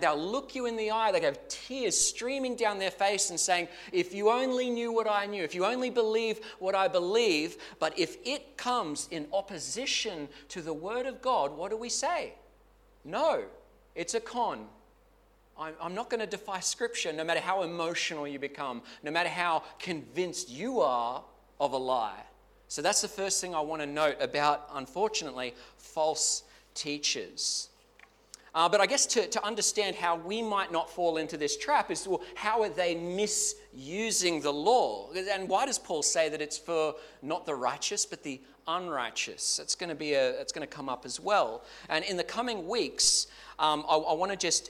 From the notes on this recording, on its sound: Clarence Valley Community Church. This sermon was preached at both South Grafton and Maclean.